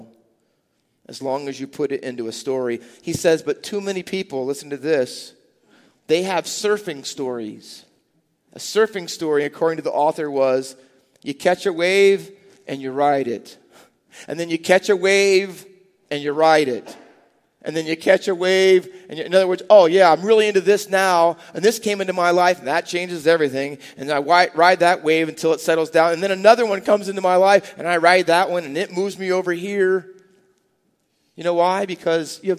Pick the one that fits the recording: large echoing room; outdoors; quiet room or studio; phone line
large echoing room